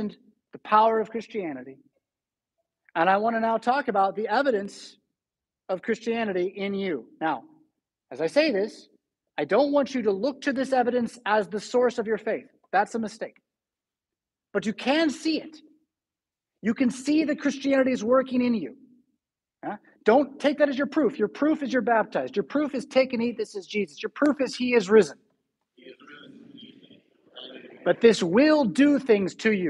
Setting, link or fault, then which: setting, large echoing room